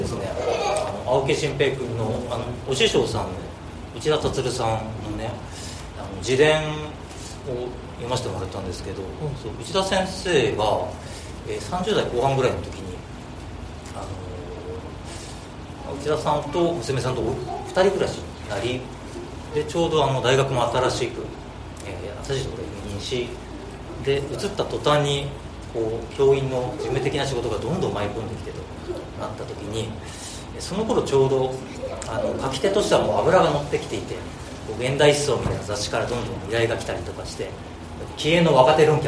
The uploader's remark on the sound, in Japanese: 生駒市某所自治会館で行なわれた。オムラヂ汗まみれ 公開収録に。